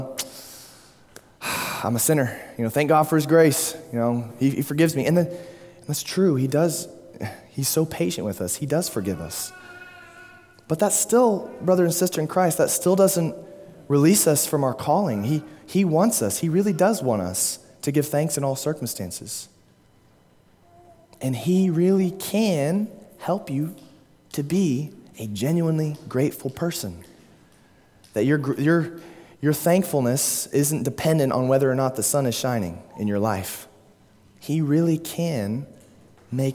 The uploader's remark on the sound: at Immanuel Baptist Church, Springdale, Arkansas.